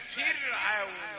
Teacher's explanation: راء رقيقة بقى لأن الفاء دي مكسورة قبلها، سكنت وقبلها مكسورة